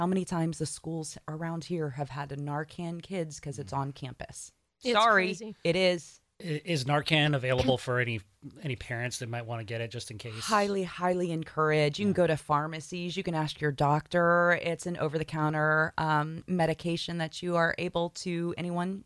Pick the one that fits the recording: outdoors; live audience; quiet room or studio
quiet room or studio